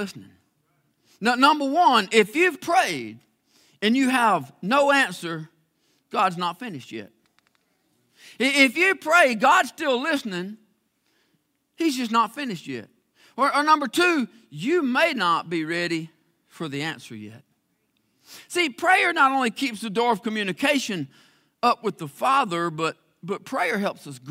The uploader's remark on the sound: live services from Faith Baptist Church in LaGrange, Georgia